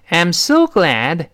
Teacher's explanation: 如果你语速是中速呢，哎，前面那个 am 能听到一个啊的声音